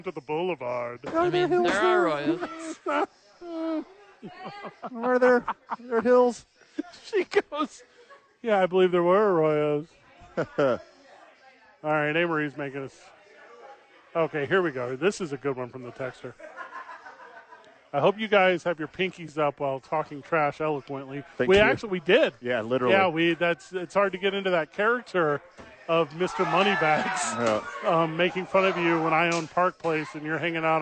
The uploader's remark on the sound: live from ABQ Axe